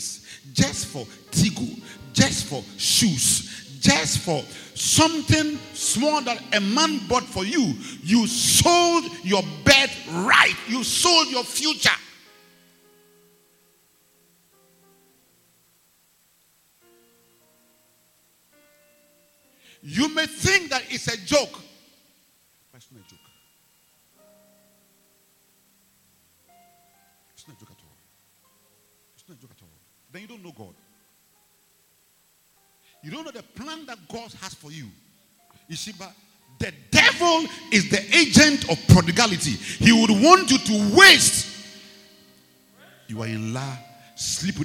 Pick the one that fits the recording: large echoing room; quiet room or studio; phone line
large echoing room